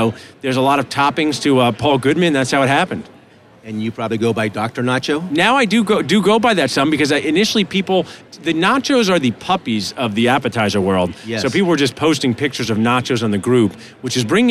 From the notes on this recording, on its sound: Live from the Benco booth at the GNYDM 2019